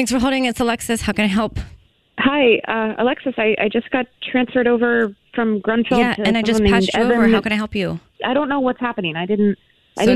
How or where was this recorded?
phone line